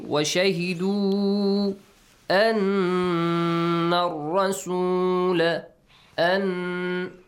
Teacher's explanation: Nasal sound must be pronounced. Pronounce the noon sound from your nose. · Term: Noon mushaddad